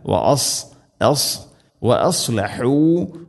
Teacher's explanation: ഇവിടേക്ക് സ്വാദ് മാറി സീൻ ആവാൻ സാധ്യത വളരെ കൂടുതലാണ്